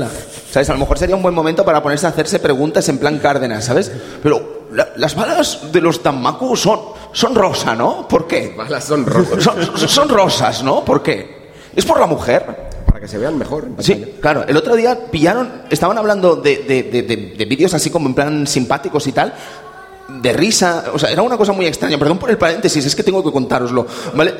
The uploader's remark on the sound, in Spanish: Programa grabado en directo desde RetroAlba.